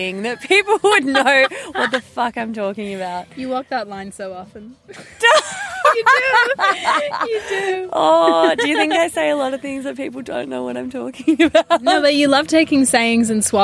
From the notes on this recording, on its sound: This extra special episode features a bunch of interviews with festival goers of Comfort Creek festival where I set up a LIVE interactive version of The Labia Lounge for the first time ever! Along with various passers by that came to check out what this big velvet p*ssy couch was all about.